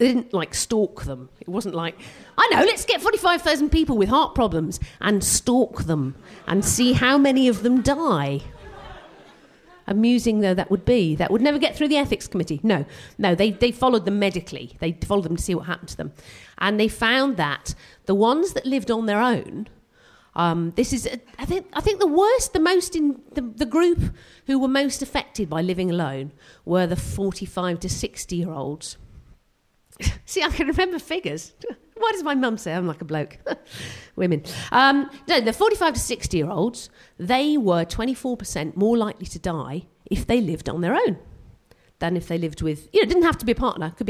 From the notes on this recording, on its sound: We will be sharing tragedies we collected at the live show that took place on January 18th at the Hackney Attic. Performing some science based stand-up.